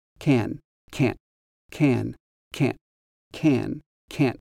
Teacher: And if I pronounce can and can't, one right after the other, maybe you can hear the difference in the clipped ending of can't.